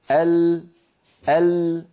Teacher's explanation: فاللام فيها جريان ولكنه ضئيل